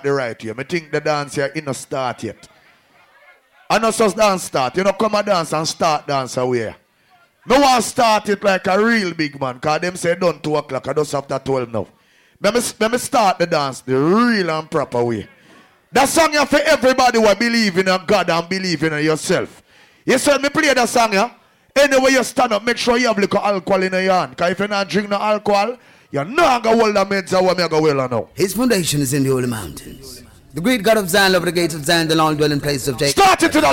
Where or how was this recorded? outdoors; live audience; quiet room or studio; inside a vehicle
live audience